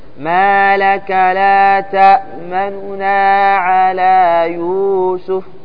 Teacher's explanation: اختلاس جزء من الضمة بحيث تصير كما يقال ثلث حركة، ثلث حركة. ما لك لا تأمننا على يوسف، بدل ما تكمل الحركة كاملة تختلس منها، تقصر منها قليل، وهي في الصعوبة، فيها صعوبة، لكن الإشمام سهل. · Term: الاختلاس